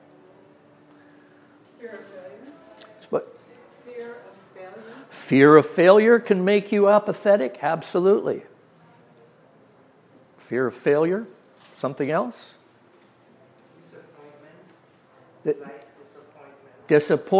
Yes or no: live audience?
yes